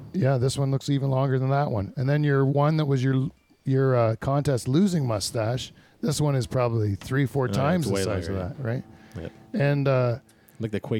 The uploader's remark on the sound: Goes on location to the site of this year's Bushstock Music Festival. On Location Lakeside Vista. Goes on location to the site of this year's Bushstock Music Festival.